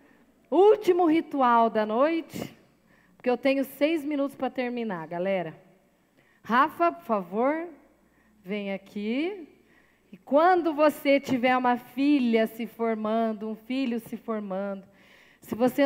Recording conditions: large echoing room